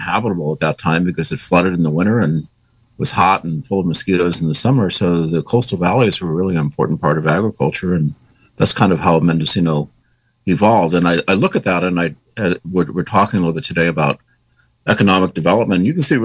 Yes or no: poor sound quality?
no